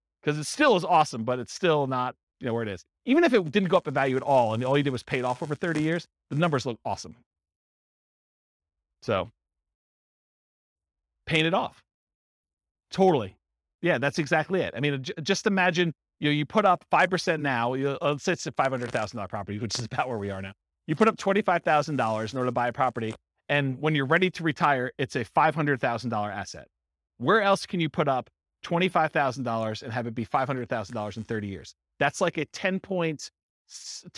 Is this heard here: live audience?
yes